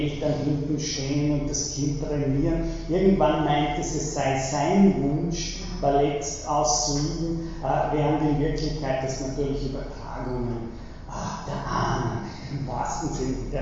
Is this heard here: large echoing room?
yes